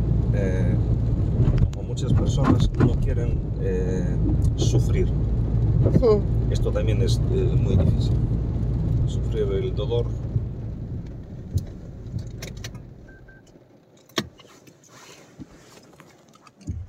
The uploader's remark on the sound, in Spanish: En coche por Ucrania